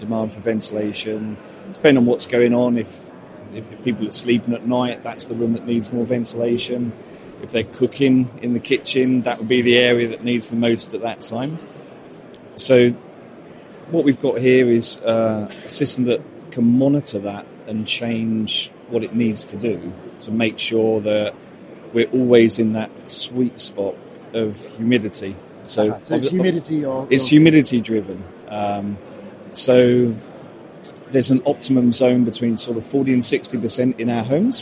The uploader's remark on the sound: Two conversations recorded at Futurebuild 2022.